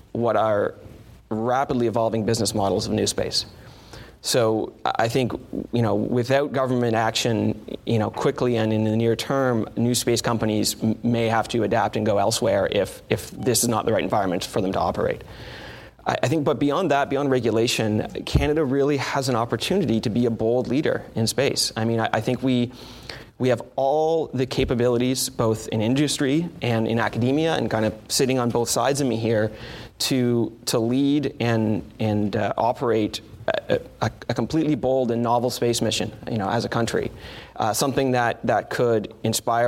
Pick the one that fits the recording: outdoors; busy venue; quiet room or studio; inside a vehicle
busy venue